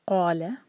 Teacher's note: آية نمبر 33 میں دیکھتے ہیں، قال، قاف کو ہیوی کریں گے، قا دو حرکہ اور لا ایک حرکہ، اس کو لمبا نہ ہونے دیں لا کو